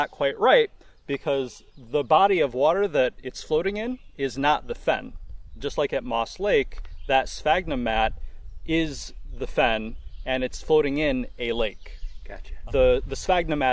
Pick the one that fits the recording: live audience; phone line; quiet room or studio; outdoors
outdoors